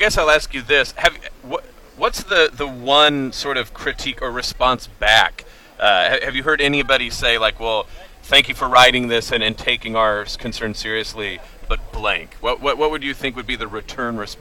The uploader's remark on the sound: live at the Iowa State Fair